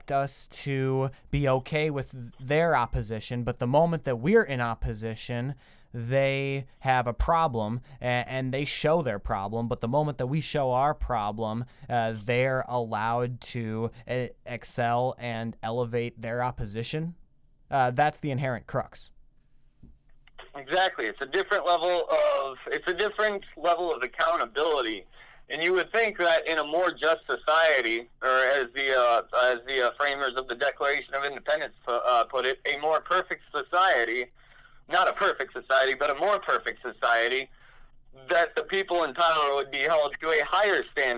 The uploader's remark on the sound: I sit on the phone